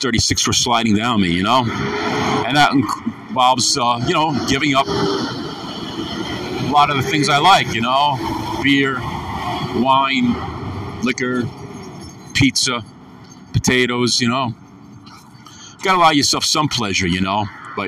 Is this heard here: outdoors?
yes